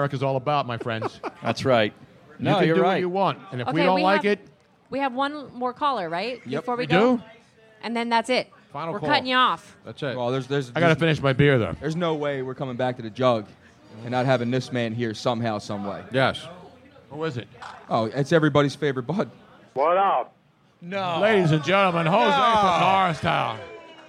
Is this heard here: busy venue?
yes